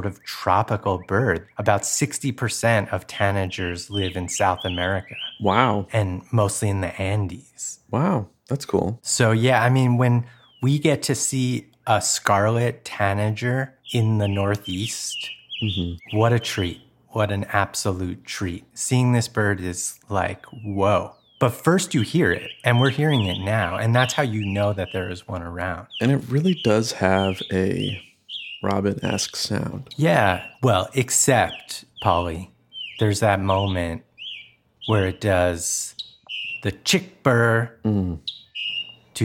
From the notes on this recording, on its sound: Ambient bird sounds